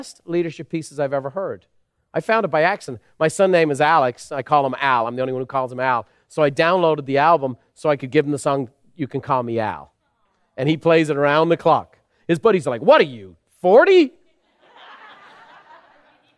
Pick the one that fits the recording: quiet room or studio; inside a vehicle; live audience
live audience